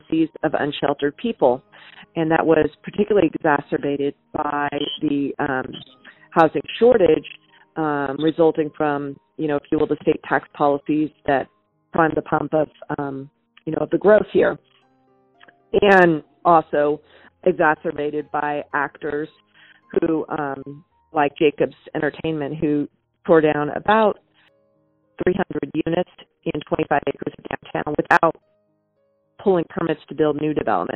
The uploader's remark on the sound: Due to social isolation. Conducted over the phone and wasn't of the best quality.